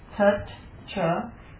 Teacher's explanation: You've got a dental followed by a palatal.